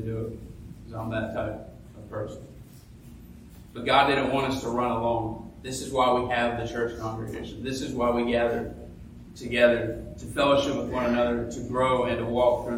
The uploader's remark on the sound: Preached this sermon at graduation Sunday at his Church! This week's podcast is a sermon podcast.